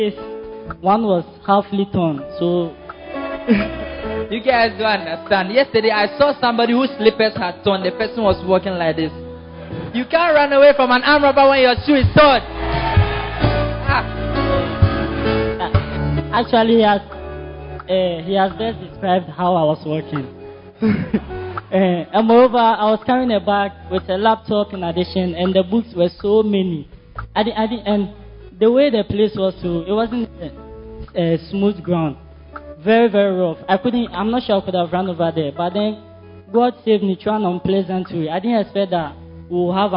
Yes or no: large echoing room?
yes